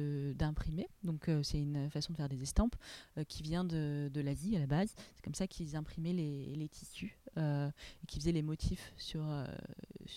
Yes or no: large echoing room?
no